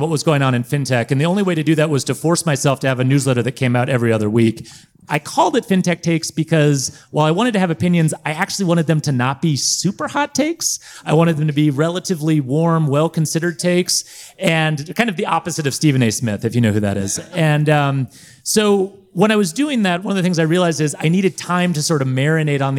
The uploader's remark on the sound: The show comes from live from Colorado. Recording during the Fintech Devcon 2022 event.